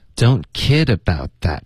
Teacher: 我们的重音不是包，OK,是 kid.